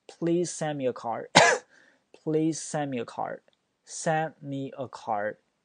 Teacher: send 那个 d 不发音，card d 也不发音啊